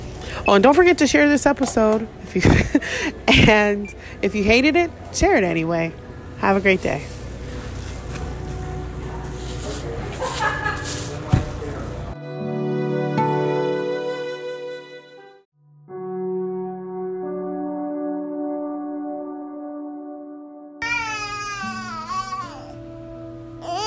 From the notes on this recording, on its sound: Listening to the sweet sounds my son makes.